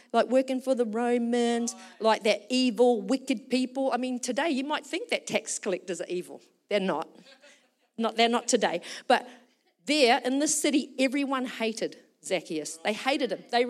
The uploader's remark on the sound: Recorded during our Melbourne East service on Sunday, the 3rd of December 2023.